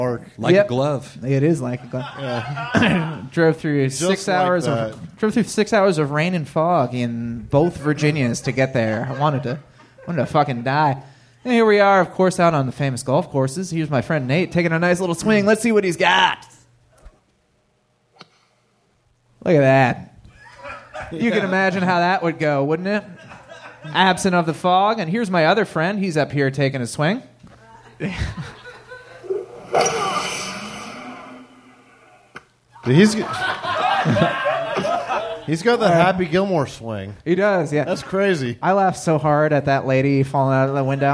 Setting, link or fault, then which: setting, live audience